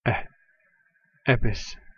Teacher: Ein Laut zwischen E und Ä, wie englisches let.